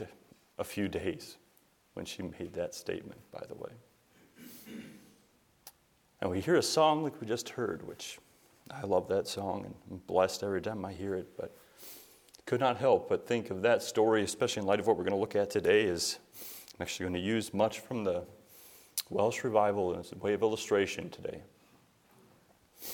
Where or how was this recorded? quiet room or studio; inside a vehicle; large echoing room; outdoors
large echoing room